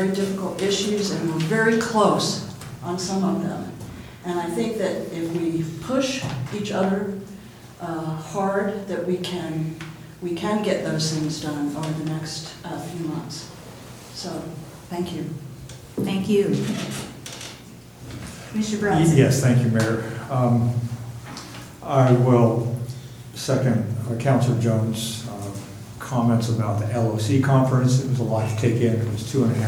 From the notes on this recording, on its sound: Live recording of Astoria City Council Meeting, Oct 1, 2018.